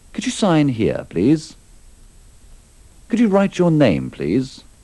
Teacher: nell'ausiliare could la lettera L scompare